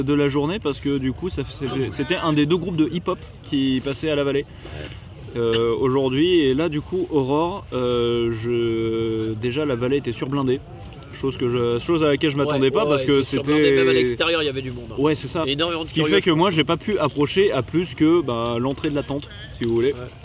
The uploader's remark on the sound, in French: Les Enjoyés au Hellfest 2018. Il s'agit d'une review collective entre amis, enregistrée sur place, au jour le jour pendant le festival.